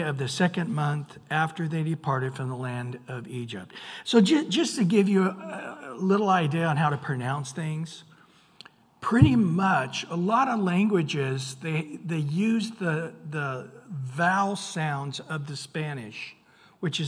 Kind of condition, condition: setting, large echoing room